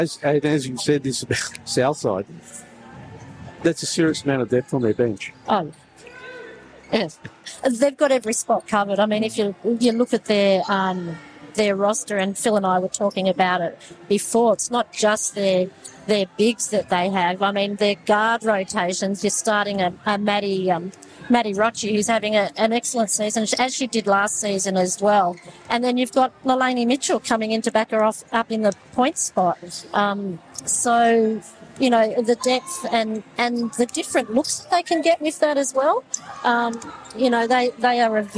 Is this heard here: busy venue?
yes